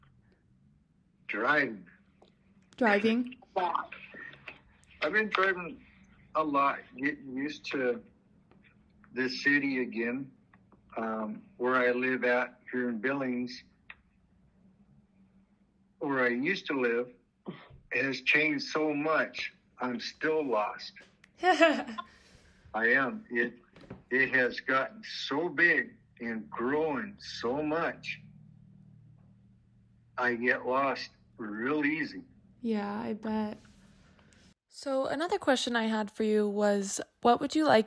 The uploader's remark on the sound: Over the phone. Alpha House Pre-release Center in Billings, MT.